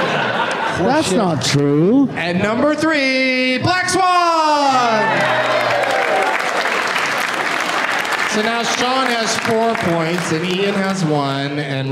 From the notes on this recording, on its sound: Live from the Helium Comedy Club in Buffalo